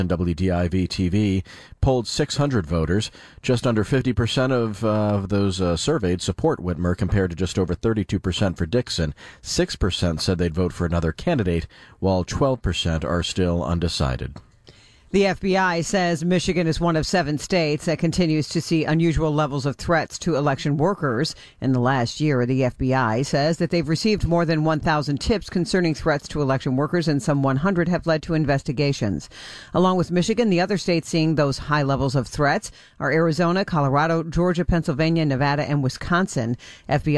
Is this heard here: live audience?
no